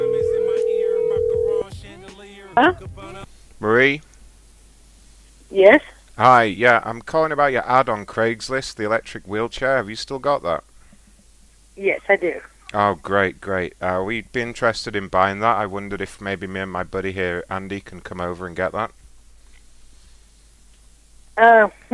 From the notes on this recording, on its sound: makes a few special phone calls